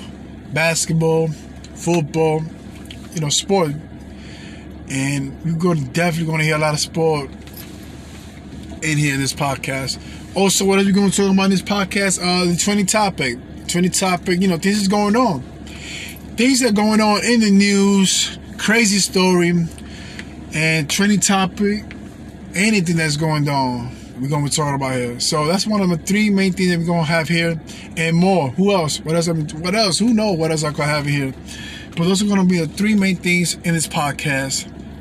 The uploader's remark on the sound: Pre Introduction (from my car).